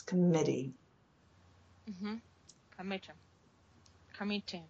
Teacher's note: But mit, short vowel, but stronger emphasis, committee.